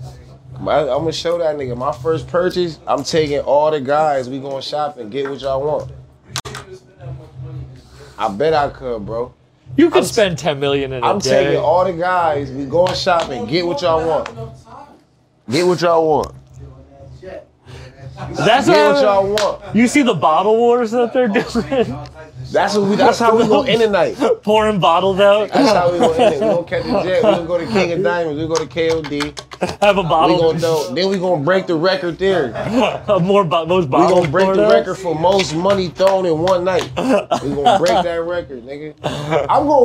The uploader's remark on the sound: This episode was filmed at the legendary Paeadise Rock Club in Boston